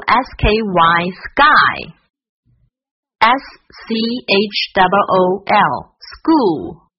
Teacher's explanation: 当 k 出现在 s 之后，吐气较弱，读音浊化，发 g 这个音。